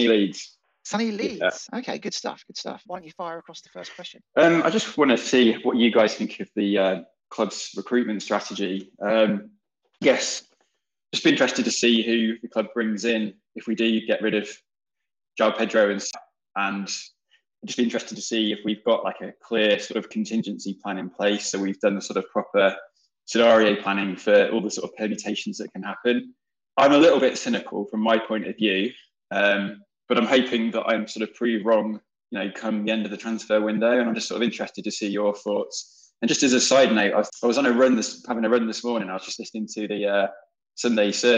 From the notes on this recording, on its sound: we all got together and set-up a Twitter Spaces open Questions Forum where we opened the mic to all questions